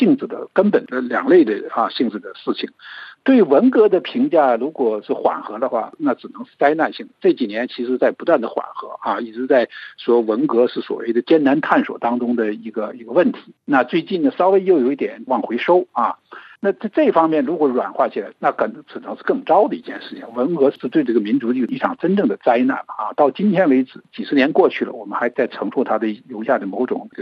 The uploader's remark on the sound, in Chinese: 接受本台电话采访